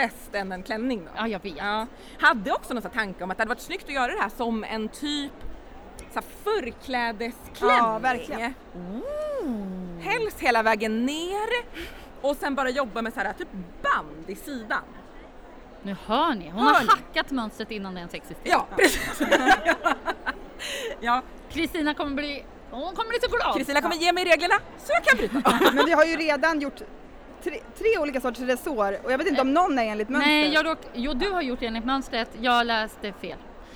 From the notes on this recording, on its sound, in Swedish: Live på Stockholmsmässan. Tre mammor och en välstämd ukulele tog ton på Sy- och hantverksfestivalen i Stockholm.